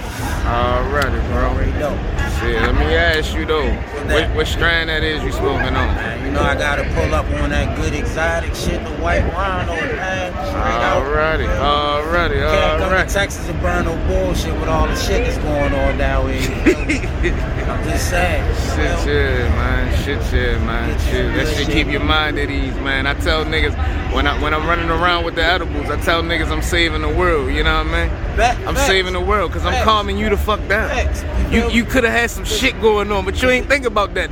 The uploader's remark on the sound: A quick walkthrough of the South by Southwest festival in Austin Texas.